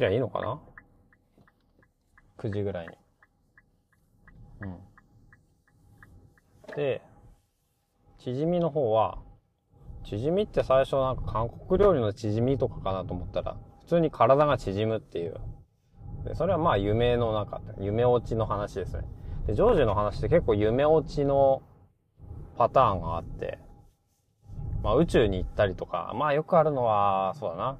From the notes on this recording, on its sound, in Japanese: 試しに帰りの車の中で収録